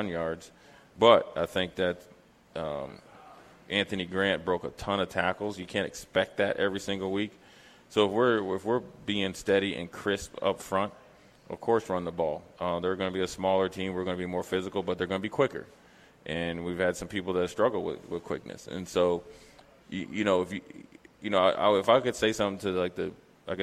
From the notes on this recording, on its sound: LIVE from Mary Ellen's